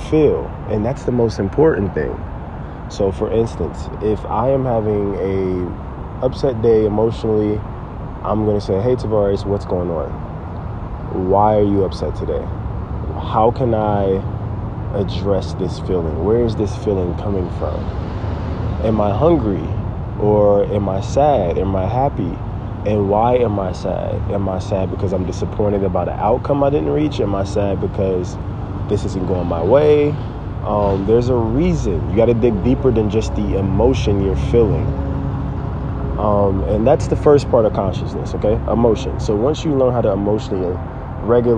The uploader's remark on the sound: This podcast was recorded from a tree!